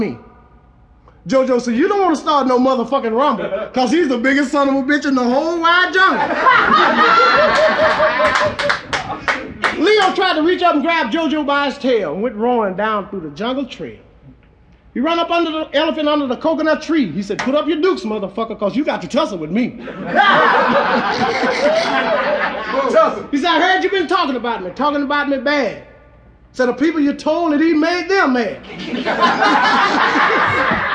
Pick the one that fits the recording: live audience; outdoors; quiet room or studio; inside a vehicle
live audience